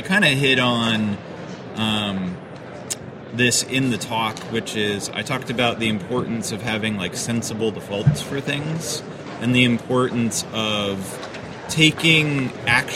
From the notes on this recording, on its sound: In this episode recorded at SpringOne Platform